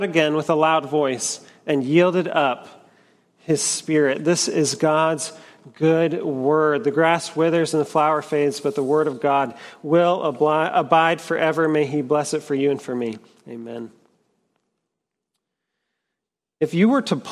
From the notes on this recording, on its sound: at Trinity Church, Puerto Rico.